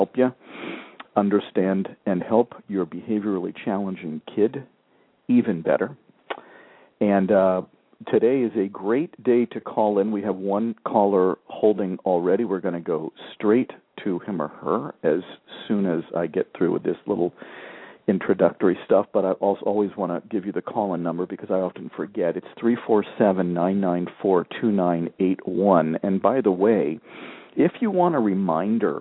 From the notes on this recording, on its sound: Several parents called in with questions.